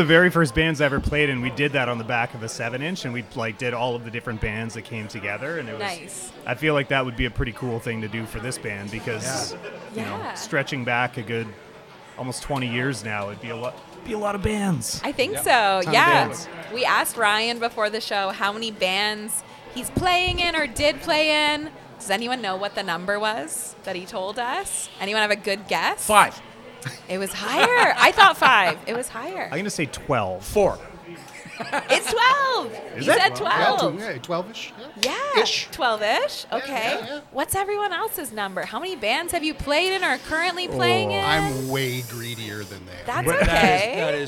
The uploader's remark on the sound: go live from AOK Craft Beer + Arcade Bar in Downtown Kitchener